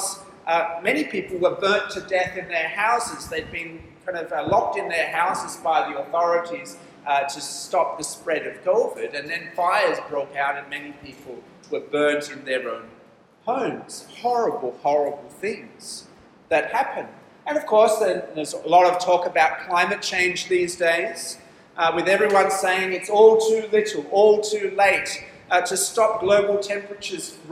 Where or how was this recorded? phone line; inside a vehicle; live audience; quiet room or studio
live audience